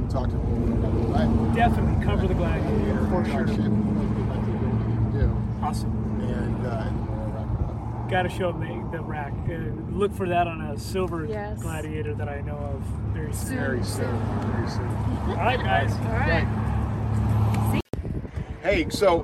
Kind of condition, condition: fault, background noise